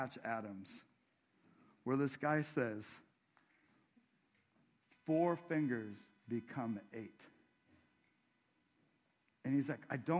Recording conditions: large echoing room